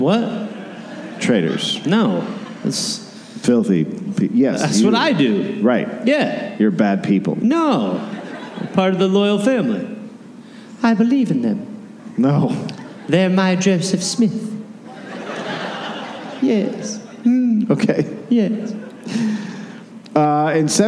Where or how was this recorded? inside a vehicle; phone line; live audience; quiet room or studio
live audience